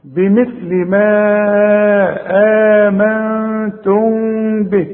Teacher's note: همد الميم المد بتاعها اربع حركات، وبعدين امد الهمزة حركتين، وبعدين اغن النون حركتين، وبعدين اغن الميم حركتين